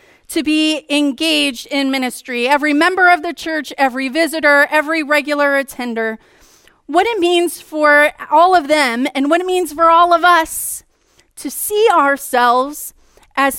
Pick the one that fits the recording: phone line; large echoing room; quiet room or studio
large echoing room